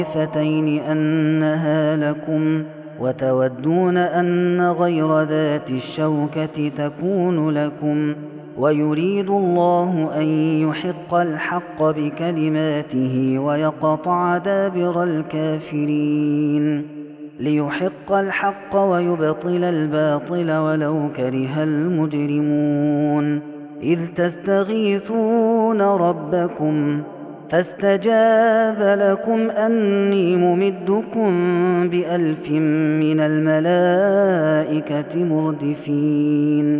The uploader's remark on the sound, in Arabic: هذا التسجيل من صلاة التراويح